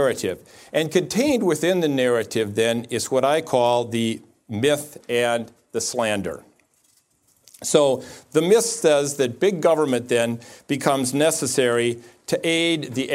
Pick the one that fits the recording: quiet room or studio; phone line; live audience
live audience